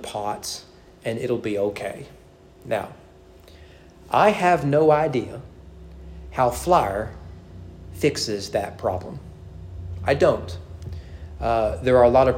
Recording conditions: large echoing room